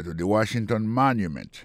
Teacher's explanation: on va voir que mot Washington, non, accent tombé sur le premier syllabe là. Pour mot monument, il est tombé sur le premier syllabe là. The Washington Monument.